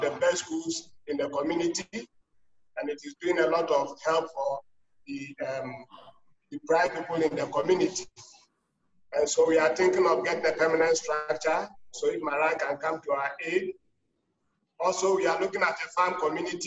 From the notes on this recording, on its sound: Zoom Session With Ghana Devotees